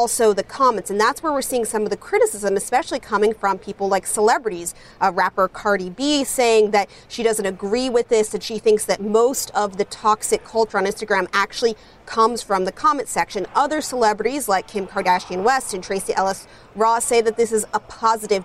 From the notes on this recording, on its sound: live from The New York Stock Exchange